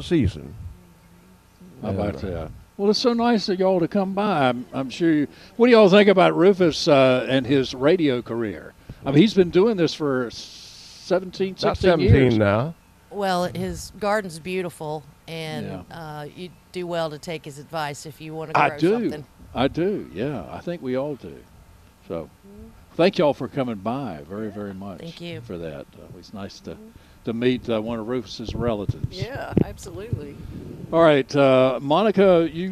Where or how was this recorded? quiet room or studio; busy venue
busy venue